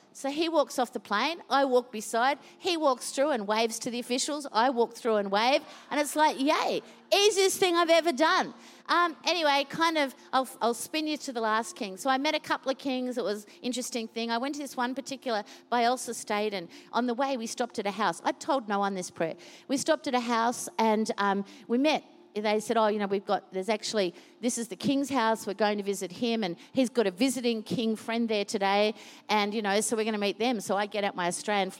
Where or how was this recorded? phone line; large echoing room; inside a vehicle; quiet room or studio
large echoing room